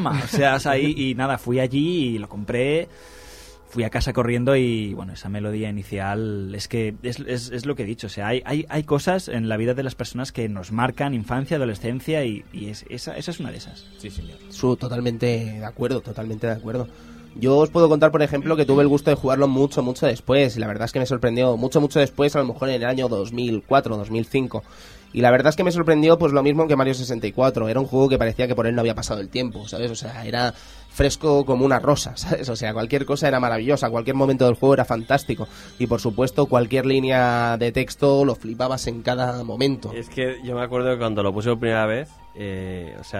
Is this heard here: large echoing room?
no